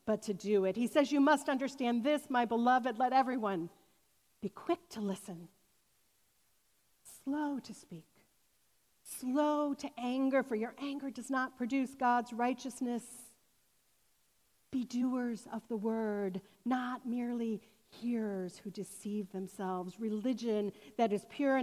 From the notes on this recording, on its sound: This sermon was recorded on August 29, 2021 at Fairmount Presbyterian Church in Cleveland Heights, Ohio.